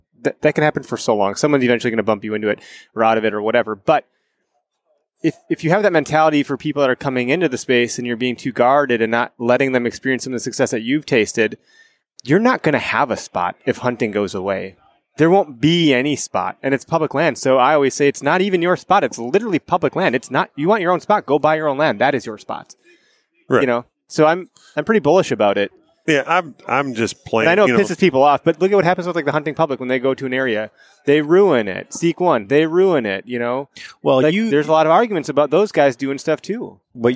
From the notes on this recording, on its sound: This podcast was recorded in the Latitude Outdoors booth at the 2022 ATA show in Louisville Kentucky